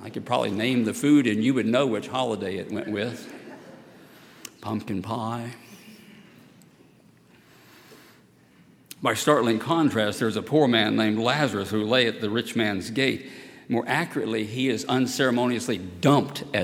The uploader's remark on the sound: at Highland Baptist Church